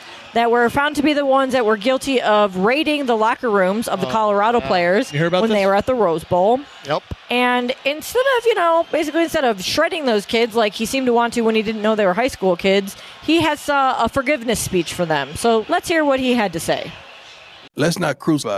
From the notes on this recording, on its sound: The crew is live from Yaamava